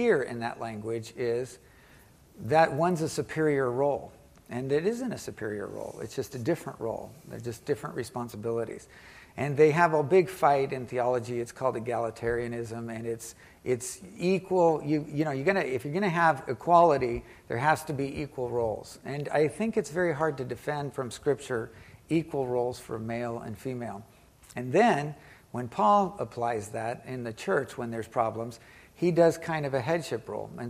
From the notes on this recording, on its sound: Recorded live in the worship center on the Irvine campus.